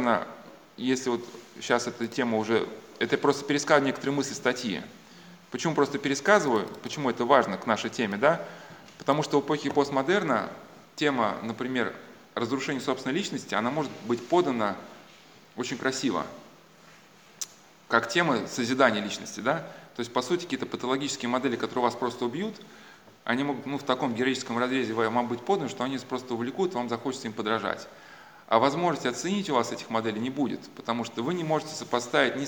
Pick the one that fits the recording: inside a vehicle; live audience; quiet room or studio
live audience